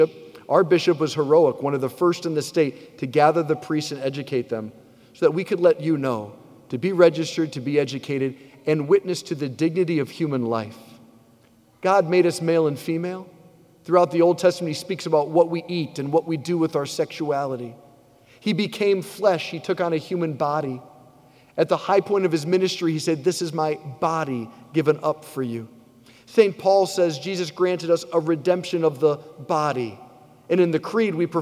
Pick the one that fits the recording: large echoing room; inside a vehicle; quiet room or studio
large echoing room